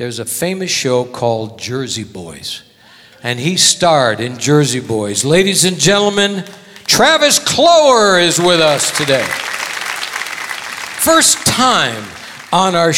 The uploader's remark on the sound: Live at the SouthPoint Casino